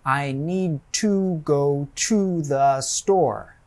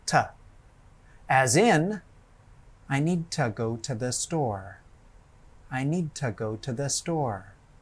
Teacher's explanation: It is said softly and quickly. Often, the vowel sound changes to become the schwa sound · Shown in: second take · Term: weak form